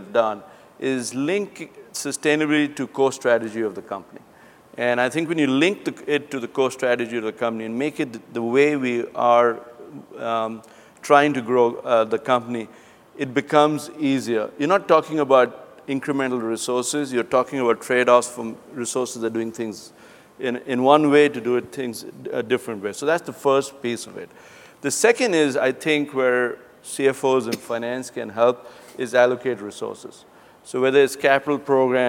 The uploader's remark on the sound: The best of live interviews from GreenBiz events.